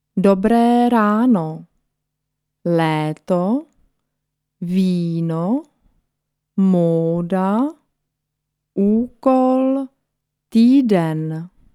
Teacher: Vokale mit Strich werden lang ausgesprochen.